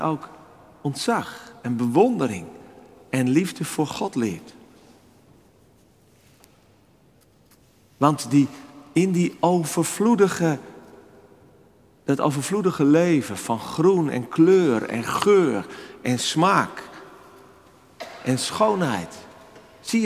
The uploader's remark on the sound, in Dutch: Opgenomen op 4 februari 2024 in de Noorderkerk te Amsterdam